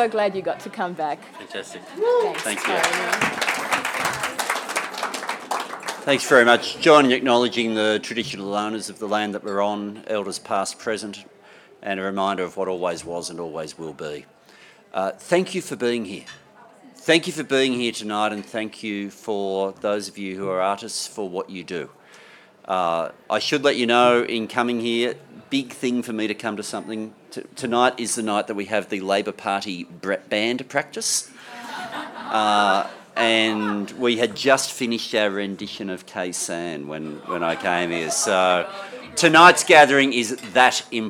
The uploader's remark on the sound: Recorded live at the launch of Arts Day on the Hill and the inauguration of the Parliamentary Friendship Group for Contemporary Arts and Culture.